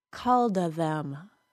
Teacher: it almost sounded like an extra vowel was between the words when I fully said the D sound